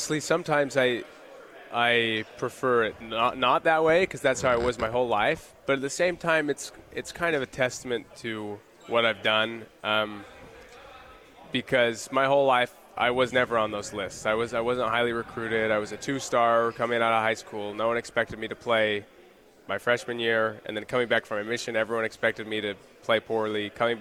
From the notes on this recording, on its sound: LIVE from Pac-12 Media Day in Los Angeles, CA.